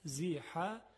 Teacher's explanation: دو تا حرف حاء هست که از وسط حلق تلفظ میشه